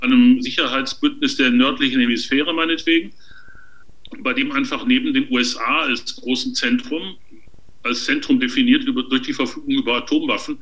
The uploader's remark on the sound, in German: aufgezeichneten Videokonferenz